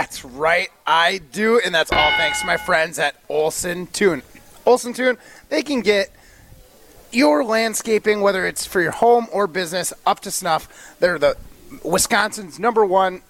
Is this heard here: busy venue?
yes